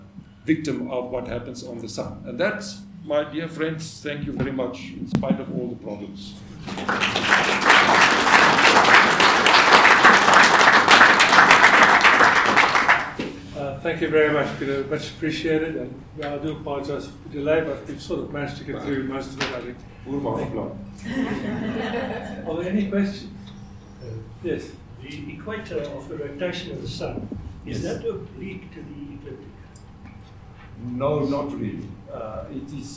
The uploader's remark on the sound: the 3rd of the ScopeX 2018 public lectures